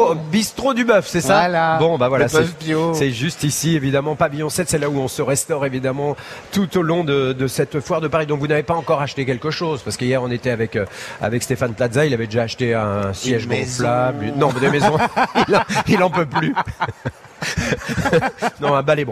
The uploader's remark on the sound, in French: en direct de la Foire de Paris